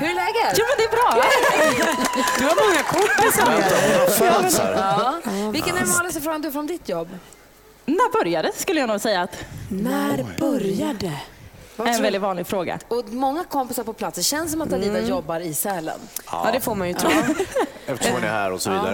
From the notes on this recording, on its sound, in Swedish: Fjällkalaset är i full gång och vi sänder live från Sälen bl.